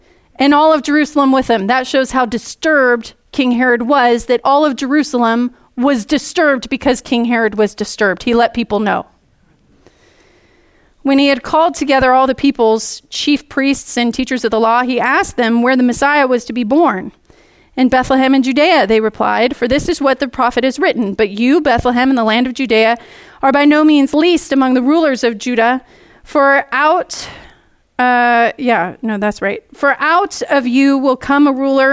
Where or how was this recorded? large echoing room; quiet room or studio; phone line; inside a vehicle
large echoing room